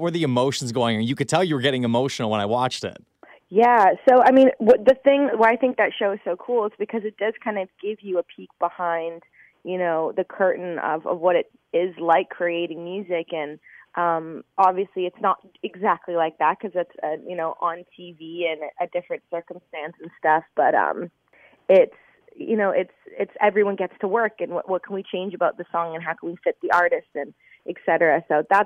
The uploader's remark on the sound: over the phone